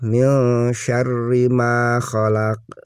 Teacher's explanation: Nun menghadapi huruf sa, itu dalam hukum tajwid disebutnya ikhfa. Jadi dibacanya harus mendengung.